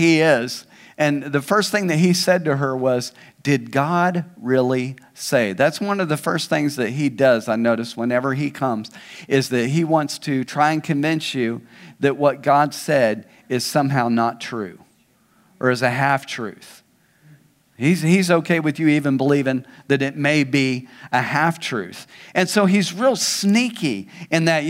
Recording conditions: large echoing room